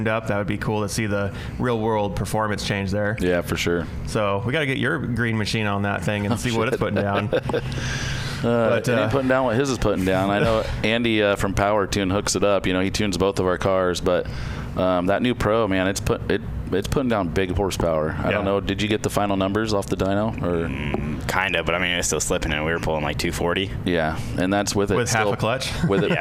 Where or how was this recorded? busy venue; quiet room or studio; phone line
busy venue